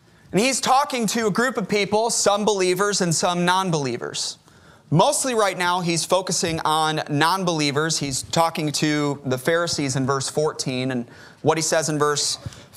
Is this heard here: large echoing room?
yes